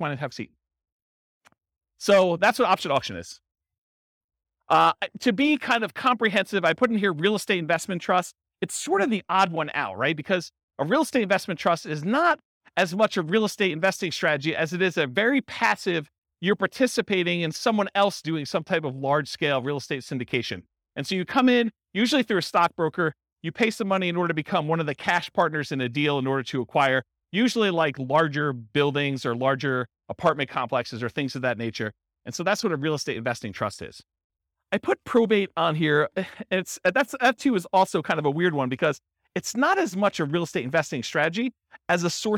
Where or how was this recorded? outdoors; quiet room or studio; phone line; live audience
live audience